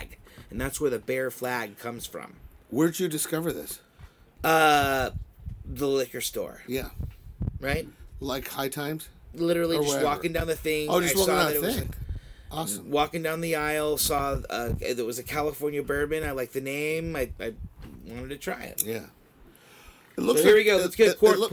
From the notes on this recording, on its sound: We took the boat to Catalina Island and recorded from sea.